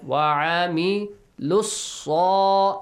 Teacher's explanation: لُو has a wow, but you skip wow. You join lam directly to صاد.